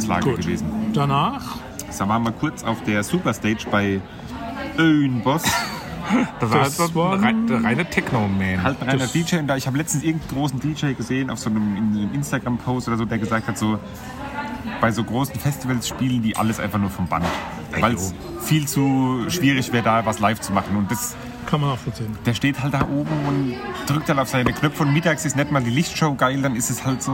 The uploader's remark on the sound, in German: Wir berichten Live von Tag 1 des Superbloom Festivals in München! Begeistern knapp 50.000 Besucher an Tag 1!